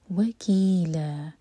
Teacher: جب ہم فتح کی تنوین پر رکتے ہیں تو دو حرکہ کھینچ کر رکیں گے اور یہ ہے مد عوض عن التنوین.